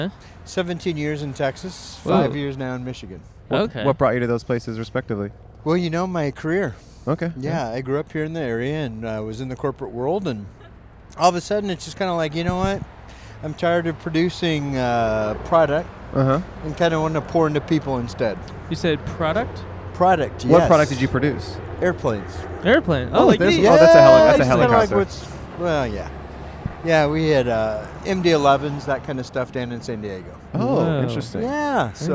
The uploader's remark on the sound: Recorded on Colorado Blvd in Pasadena, CA.